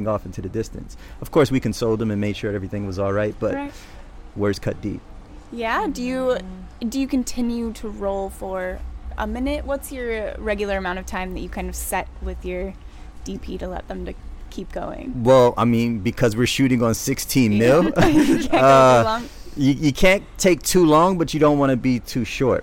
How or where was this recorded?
busy venue